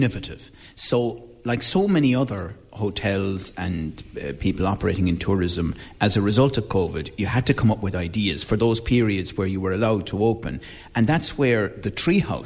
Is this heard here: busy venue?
yes